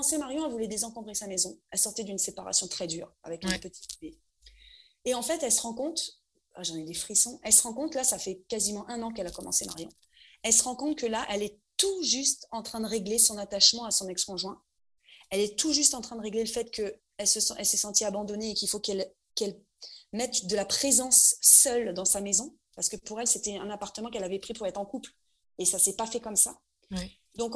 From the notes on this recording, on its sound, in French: La qualité de l'enregistrement n'est pas optimale, mais le contenu est là, désolée pour les oreilles sensibles, c'était mon premier enregistrement.